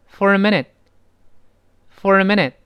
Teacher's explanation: 读快之后呢，后面那个 t 自然会失去爆破